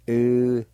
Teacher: there's a faint H sound right before the N, or if you want to remember it like this, the N sound is nasalized, and it sounds like this.